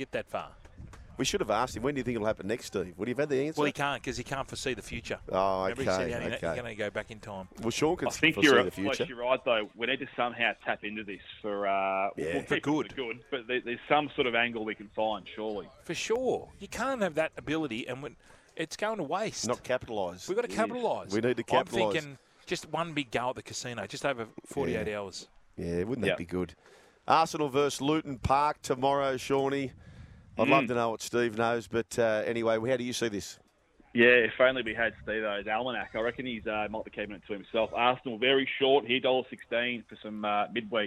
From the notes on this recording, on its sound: back for the second day of four live from the Moore Park Golf Club